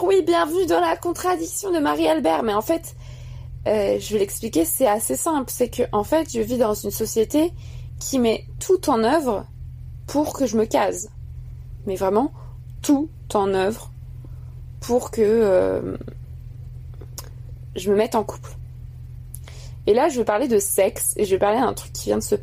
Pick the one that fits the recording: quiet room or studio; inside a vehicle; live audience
inside a vehicle